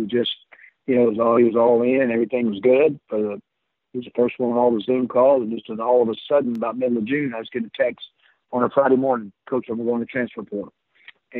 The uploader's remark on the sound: on the Modern Woodmen phone line